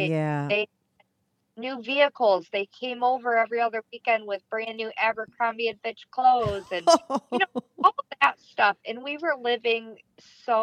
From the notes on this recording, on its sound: called in to talk all about it